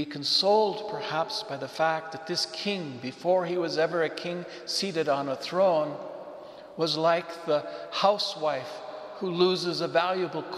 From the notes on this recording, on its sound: Homily delivered to the Saint Francis Catholic Community in Cuenca, Ecuador.